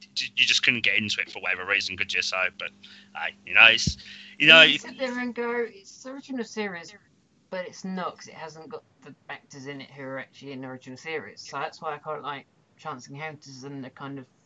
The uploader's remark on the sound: Please note we had some minor sound difficulties while recording this episode.